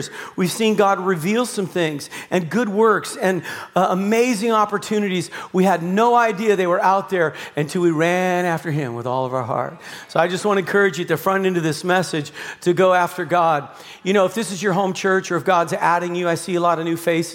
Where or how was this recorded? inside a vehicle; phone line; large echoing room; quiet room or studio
large echoing room